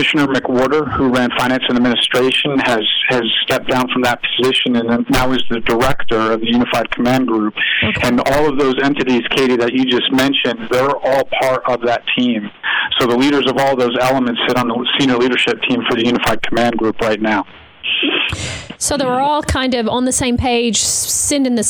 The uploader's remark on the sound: on his phone from the task force headquarters